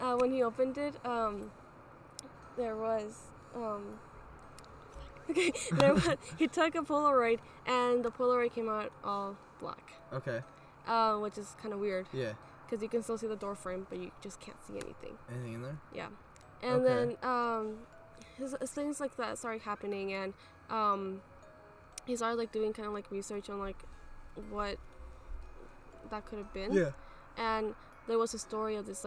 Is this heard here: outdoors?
yes